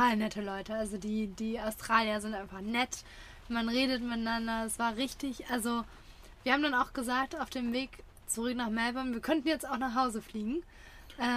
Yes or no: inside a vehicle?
yes